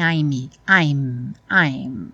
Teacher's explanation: o som termina no momento em que os lábios se encontram para fazer o M. Então não tem I'm, I'm, I'm.